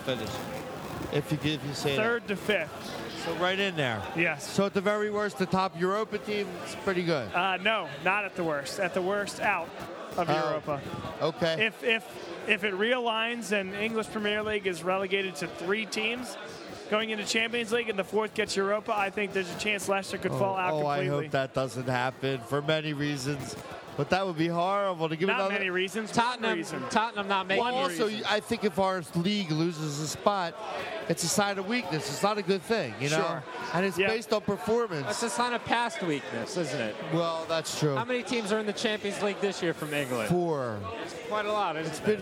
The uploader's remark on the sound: Live from the Iron Abbey for our annual Boxing Day Special!